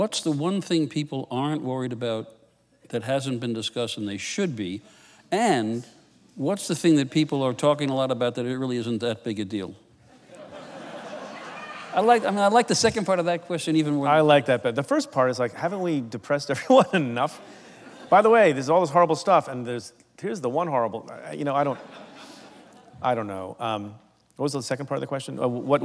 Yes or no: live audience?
yes